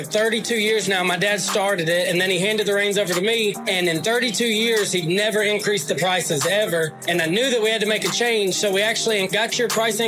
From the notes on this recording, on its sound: recorded at the Lawntrepreneur Academy Live event